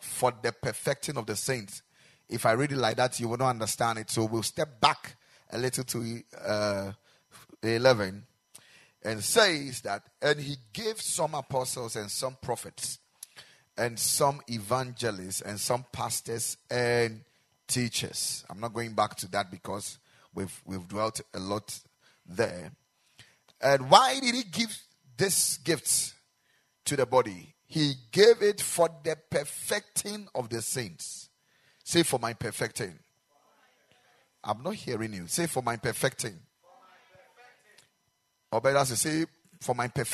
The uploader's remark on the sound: Preached at the Ekklesia Chapel